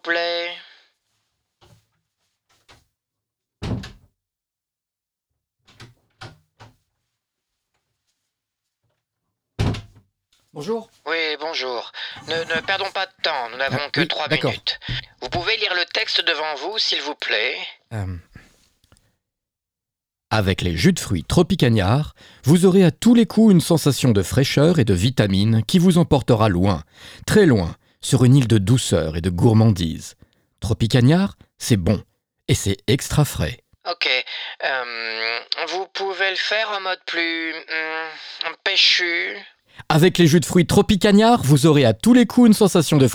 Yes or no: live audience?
no